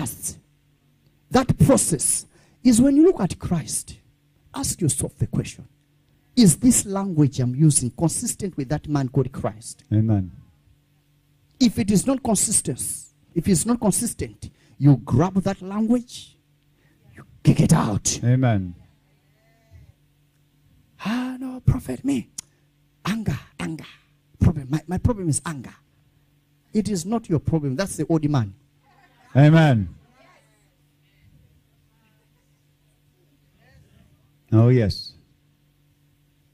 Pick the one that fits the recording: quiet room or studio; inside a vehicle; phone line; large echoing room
large echoing room